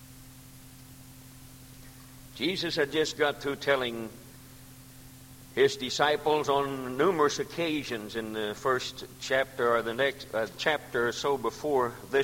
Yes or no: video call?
no